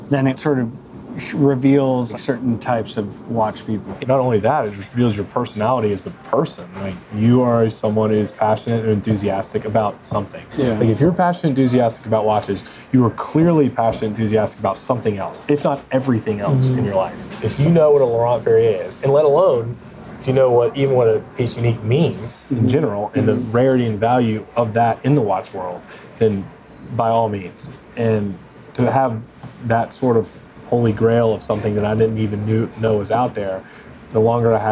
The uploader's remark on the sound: We sat down at the Brentwood Country Mart (which was fun but also potentially too busy for the audio; we live and we learn)